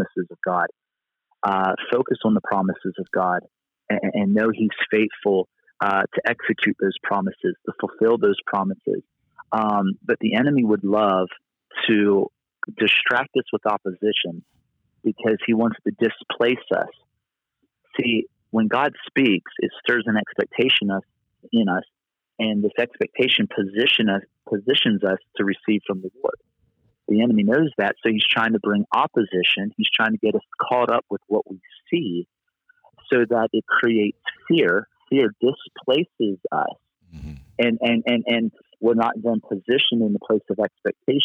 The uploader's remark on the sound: Location: Phone. On today show I have back with me on the phone.